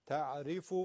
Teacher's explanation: ینظرون تعریفو فی وجوههم، تعریفو حرف عین رو نازک بگید، ری حرف رام کسره داره، اونم بازم ترقیق میشه، نازکه